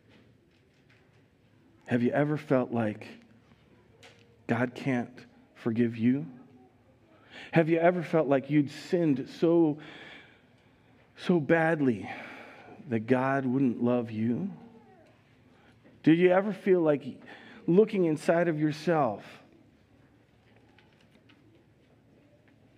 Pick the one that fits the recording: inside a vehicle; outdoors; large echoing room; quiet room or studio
large echoing room